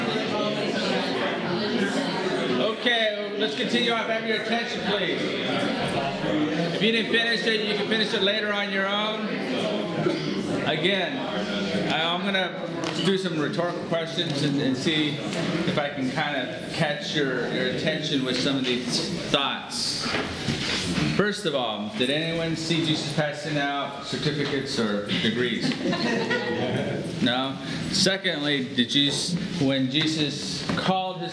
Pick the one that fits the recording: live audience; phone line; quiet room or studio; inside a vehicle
live audience